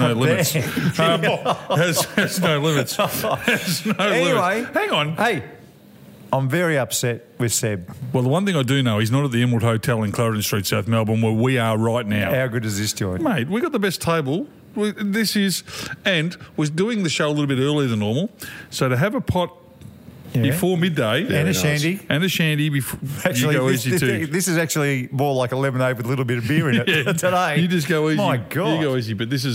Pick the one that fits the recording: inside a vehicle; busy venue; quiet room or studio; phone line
busy venue